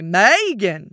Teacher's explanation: My other grandmother would call me, because she's a very Southern lady, and she would say, Megan. So all of the emphasis was on that very first syllable.